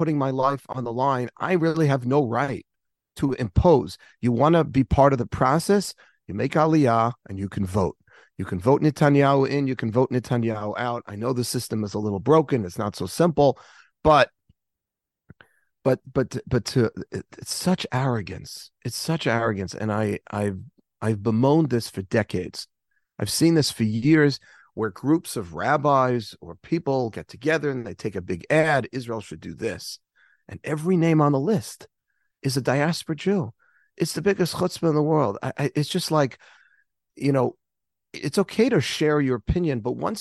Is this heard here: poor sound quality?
no